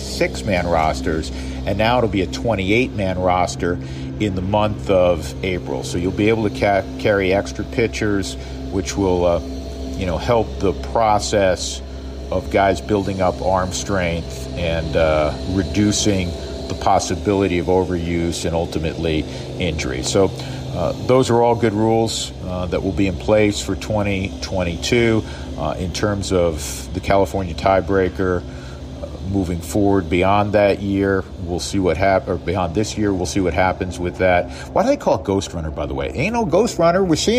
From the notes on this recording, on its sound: This week he's recording from Salt River Fields at Talking Stick in Scottsdale, Arizona.